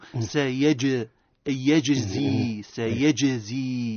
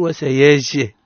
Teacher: الجيم حرفا من حروف القلقلة سكن فاستوجب القلقلة · Shown in: first take